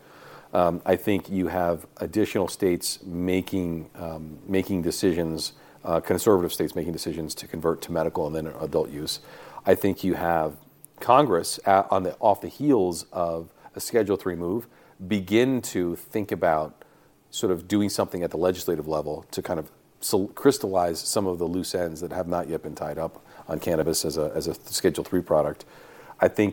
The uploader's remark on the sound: live from MJBizCon in Las Vegas